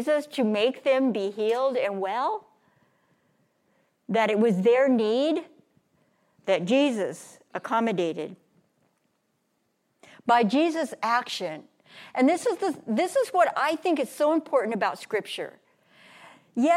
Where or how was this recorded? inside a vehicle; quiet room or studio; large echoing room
large echoing room